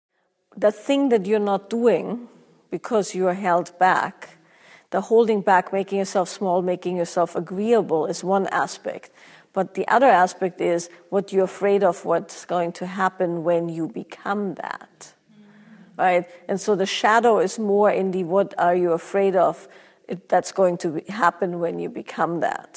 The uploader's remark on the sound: Q&A from a recent live event